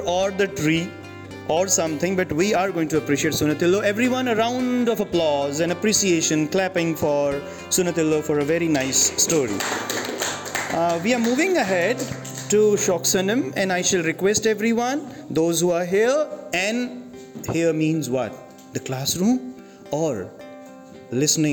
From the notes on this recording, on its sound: This episode has narrations by students of IFS Section 4. The recording was done in class.